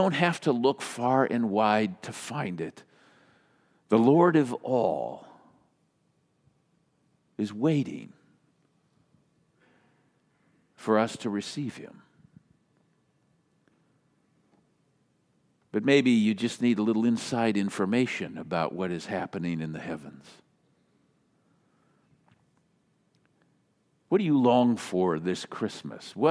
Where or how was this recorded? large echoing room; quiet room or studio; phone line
large echoing room